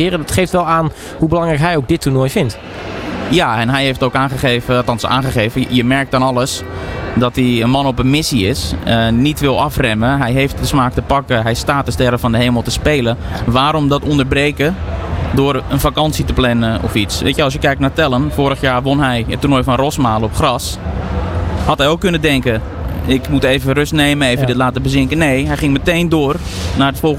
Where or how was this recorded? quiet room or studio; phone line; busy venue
busy venue